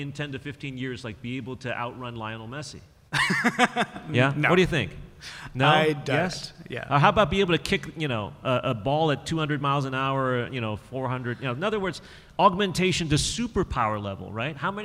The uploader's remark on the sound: To the stage for our first-ever appearance at the Boston Fan Expo. This panel took place during the 2023 writers strike.